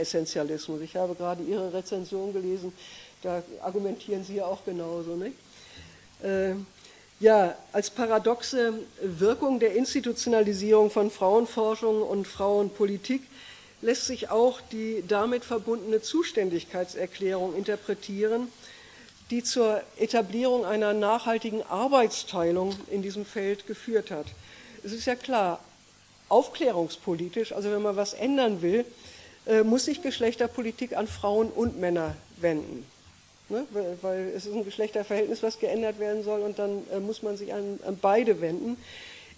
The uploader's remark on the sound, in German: Live-Mitschnitt der Veranstaltung. Aus technischen Gründen konnten im Diskussionsteil die Fragen aus dem Publikum nicht aufgezeichnet werden – die Antworten sind aber trotzdem zu hören!